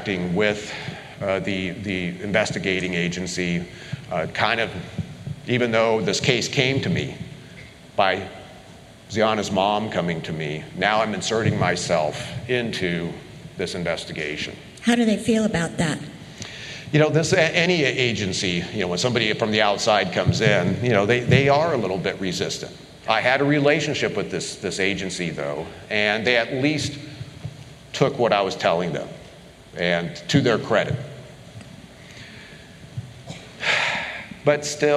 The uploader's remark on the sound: CrimeCon Live! The usual suspects traveled to Orlando for CrimeCon ‘23 and took the stage for a special live episode.